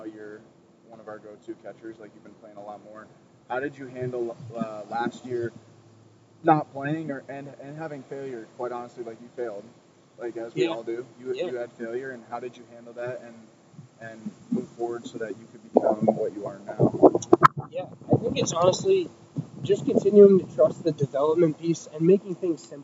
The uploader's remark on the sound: Today we are poolside in Tampa, Florida. A little windy down here so please stick with the audio, it is not the best at times. Note taken, do not do podcast outside in wind lol.